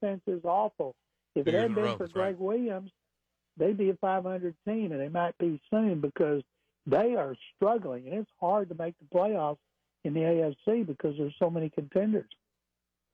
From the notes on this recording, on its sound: takes your calls